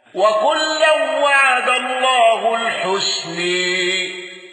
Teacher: خلف عن حمزة بالإمالة وترك الغنة